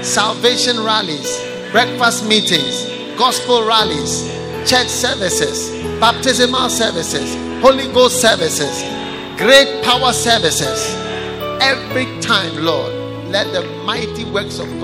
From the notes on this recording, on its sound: Preached at The Way Cathedral, Ayawaso-Ghana